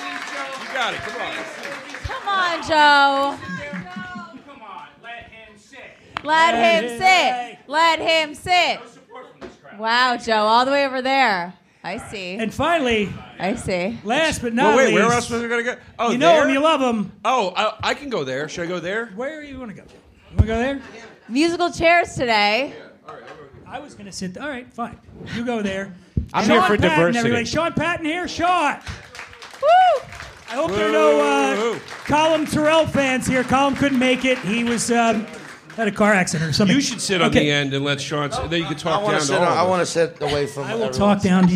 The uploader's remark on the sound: We return to The Stand Comedy Club in Manhattan for a riotously funny live panel in front of a sold-out crowd.